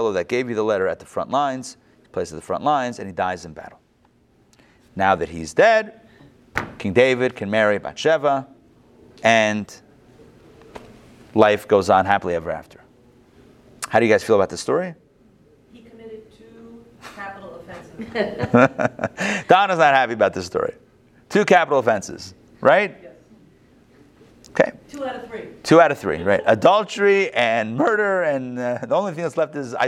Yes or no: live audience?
yes